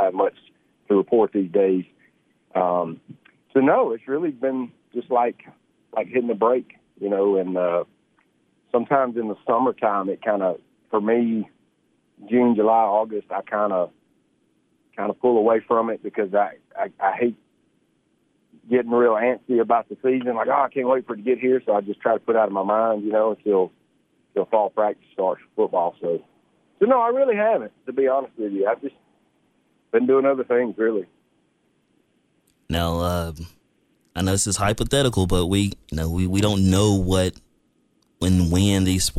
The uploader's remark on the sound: joined over the phone by several guests